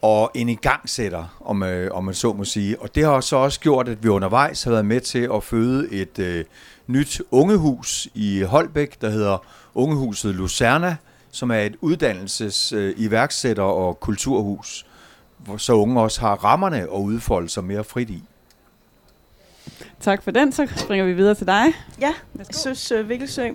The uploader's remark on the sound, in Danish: Live fra Kulturmødet Mors 2023. Podcasten er krydret med livestemningen fra teltet og spørgsmål fra tilhørere.